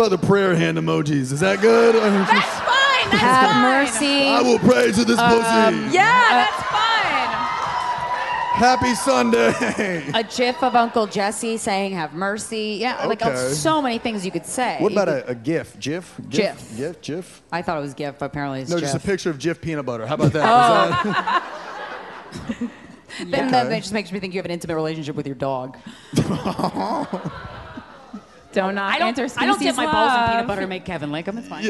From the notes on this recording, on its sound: LIVE FROM MOONTOWER COMEDY FESTIVAL! The duo lends advice to members of the audience.